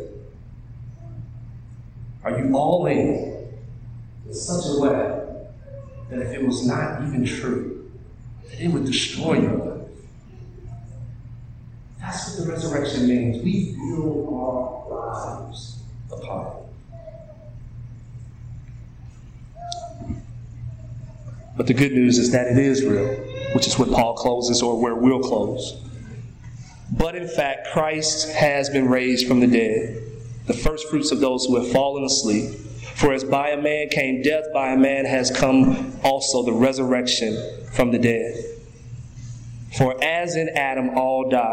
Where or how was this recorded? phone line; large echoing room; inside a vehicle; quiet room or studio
large echoing room